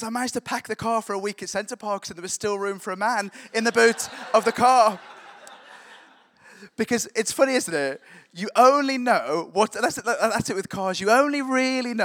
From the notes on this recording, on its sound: Recordings taken from the SA Worship Conference 2023 at William Booth Training College.